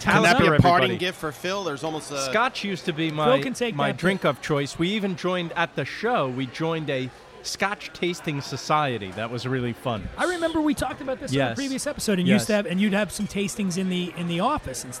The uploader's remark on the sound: Recorded at Eleven City Diner in Los Angeles.